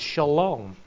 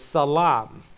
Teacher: take the sheen and turn it into a seen, and that's how a lot of different words are changed.